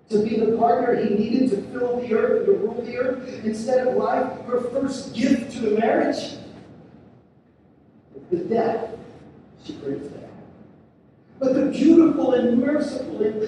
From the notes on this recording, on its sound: We're sorry for the poor sound quality.